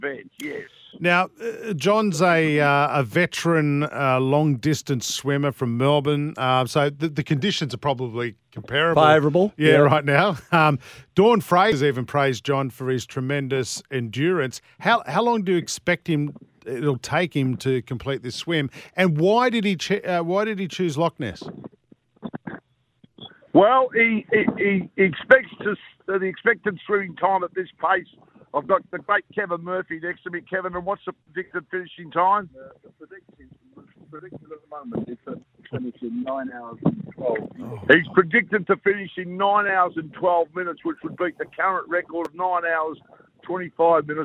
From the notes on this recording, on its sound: On Sportsday live from Loch Ness Lake in Scotland.